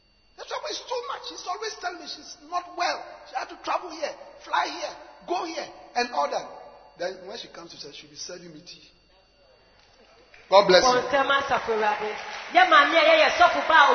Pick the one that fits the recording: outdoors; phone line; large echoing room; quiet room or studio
large echoing room